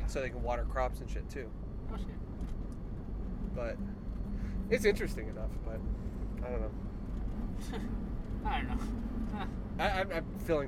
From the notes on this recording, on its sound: recorded a bunch of these in the truck